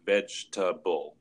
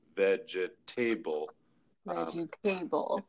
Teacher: it's a word with just three syllables, vegetable. Yeah. But a lot of learners will pronounce it with four syllables